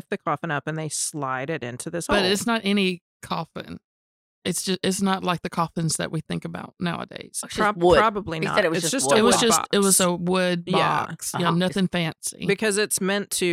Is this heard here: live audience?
no